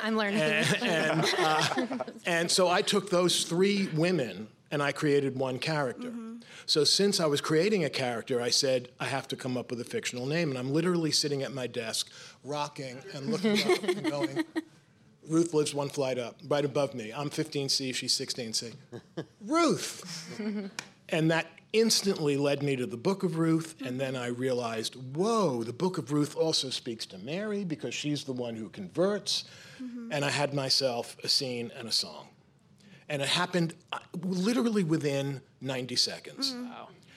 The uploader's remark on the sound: A Live Interview at JCC Manhattan. This episode was recorded live at the Marlene Meyerson JCC Manhattan.